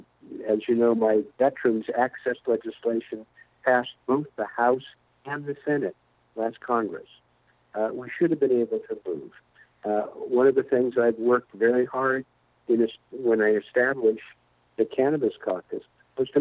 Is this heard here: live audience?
no